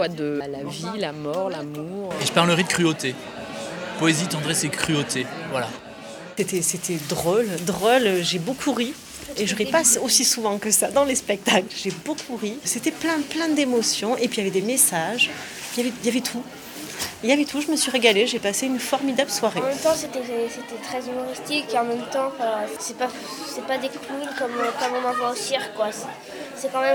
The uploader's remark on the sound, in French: Spectacle le 15 décembre 2012 au village des Adrets (en Isère)